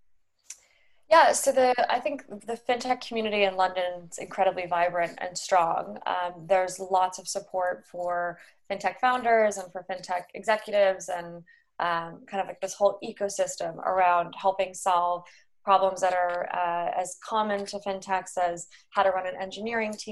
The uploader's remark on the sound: joined over Zoom